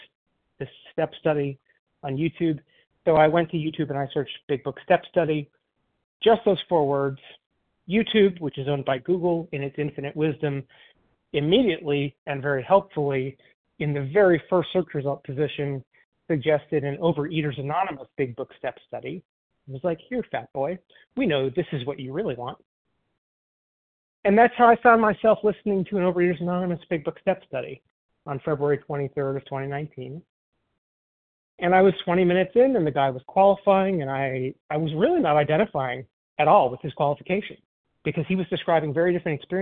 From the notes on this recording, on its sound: 100 Pounders Phone Meeting